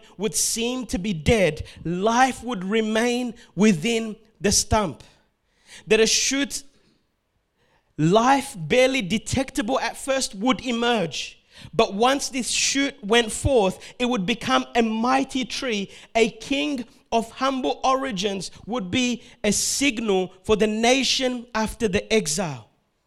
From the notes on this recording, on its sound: This word was preached on the 12th of December 2021 at Revive Church sunday service in Melbourne, Australia.